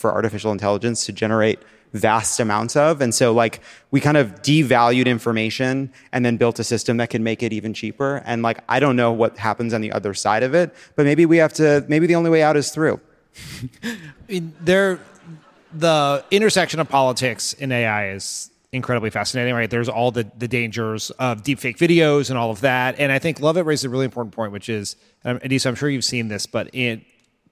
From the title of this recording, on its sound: Live from San Jose!